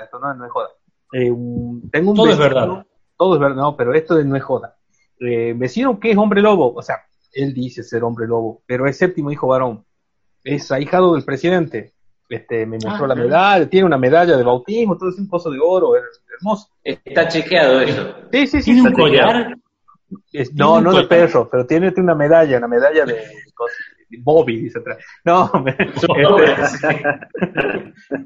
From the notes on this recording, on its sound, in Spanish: La pandemia nos vuelve a alejar de los estudios, sin embargo, siendo martes, no queriamos dejar pasar la oportunidad de realizar un zoom